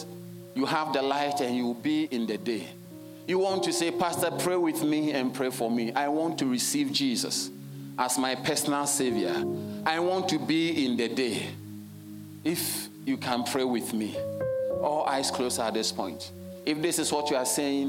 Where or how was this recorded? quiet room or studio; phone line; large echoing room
large echoing room